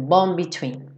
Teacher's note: Essa letra D, ele já está fechando pro B do between, então ele já vai direto.